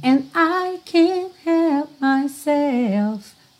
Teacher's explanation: você não está ouvindo esse D, esse T ali bem marcadinho, ok? Eles só fecham mesmo.